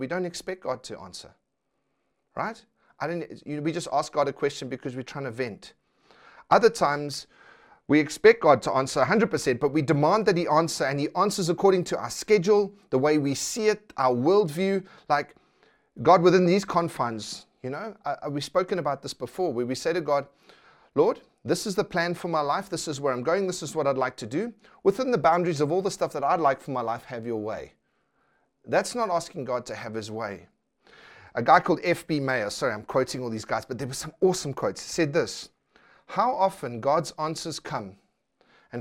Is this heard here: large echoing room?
yes